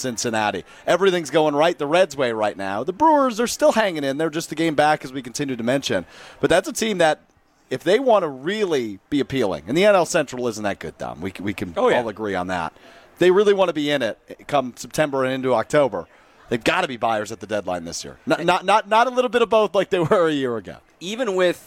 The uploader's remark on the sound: Live From Summerfest